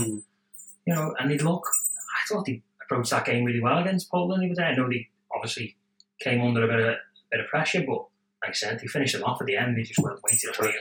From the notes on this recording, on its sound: I must apologise for the sound quality on this episode. We recorded all evening before I realised I hadn't plugged the adapter into the laptop.